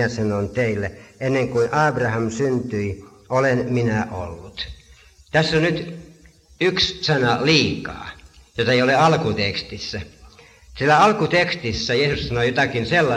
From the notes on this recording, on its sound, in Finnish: äänitetty Helsingissä Sanan kulmassa 1983